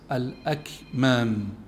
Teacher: والأكمام فيها الكاف الساكنة اللي هي فيها همس